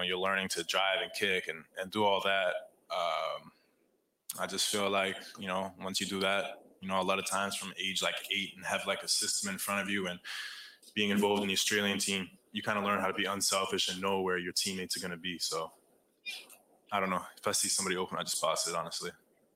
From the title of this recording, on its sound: Live from inside the AAC